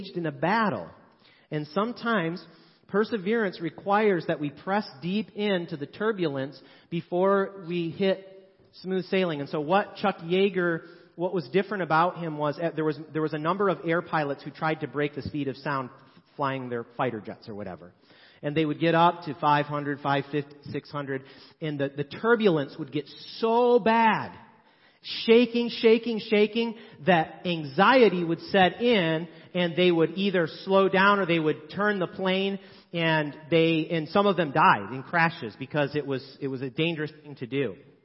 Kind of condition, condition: setting, large echoing room